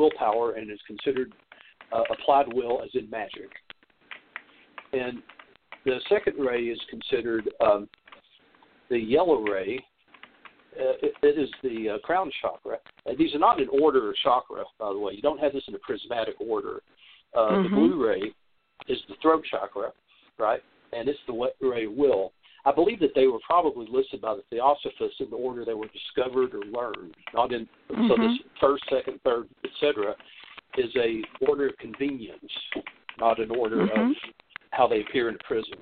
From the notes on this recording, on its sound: Is a real, live call-in show where the general public gets a chance to ask about actual problems.